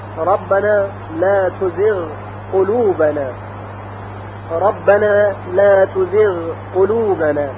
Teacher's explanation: مثلا در این مثال اصلا ادغام صورت نمیگیره، ربنا لا تزغ قلوبنا، ربنا لا تزغ قلوبنا. حرف غین از تزغ در قاف به هیچ وجه ادغام نمیشه